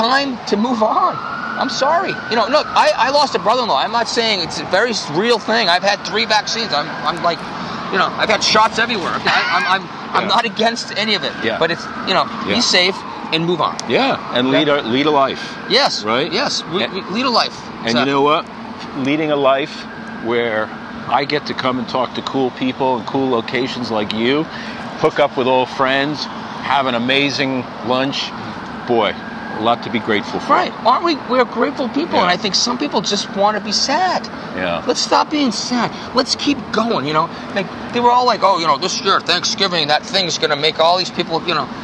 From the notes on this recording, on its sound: walk and talk in Boston's Back Bay